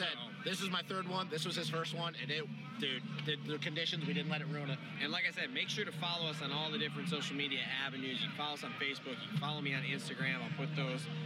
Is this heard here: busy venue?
yes